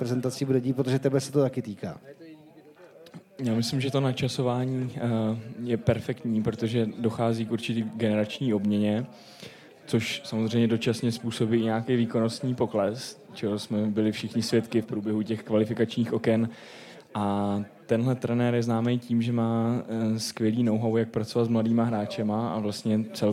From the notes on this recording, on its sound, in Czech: LIVE epizoda: Streetballhus. Historicky první živou epizodu podcastu Pod košem sledovalo milé a dobře naladěné publikum v České Třebové, kde se v půlce července konal už 26. Ročník legendárního streetového turnaje Streetballhus.